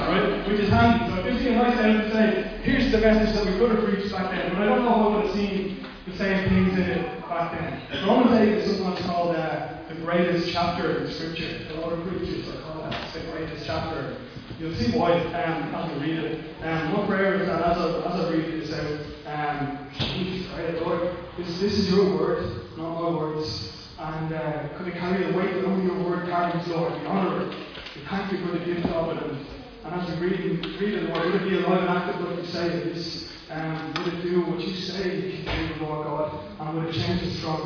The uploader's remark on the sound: Recorded live at Liberty Church on 5th July 2020